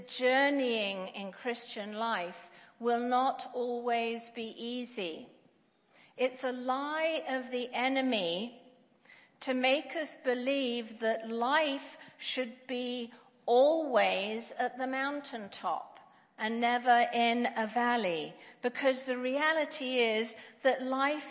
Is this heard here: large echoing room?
yes